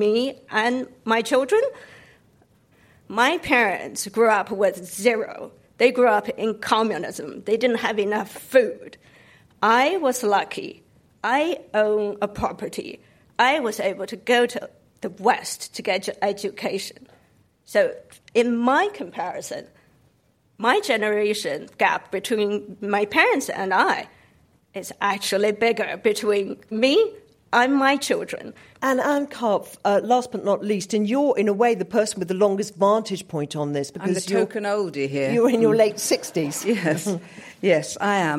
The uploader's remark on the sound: In front of an audience of international students.